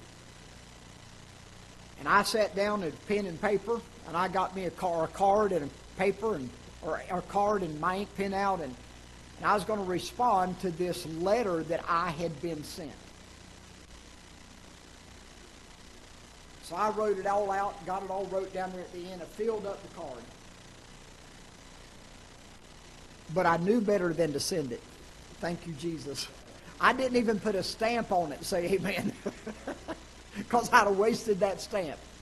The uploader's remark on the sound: Ketha Heights Baptist Church ~ Live Broadcast